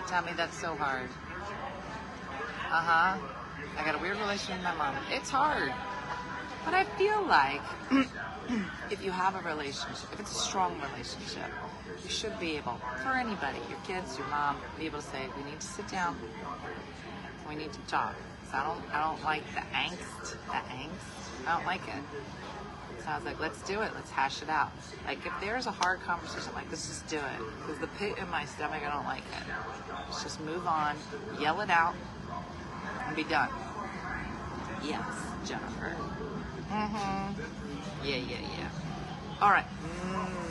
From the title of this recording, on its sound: Live from the airport